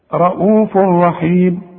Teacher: يبقى ادغام كامل بدون غنة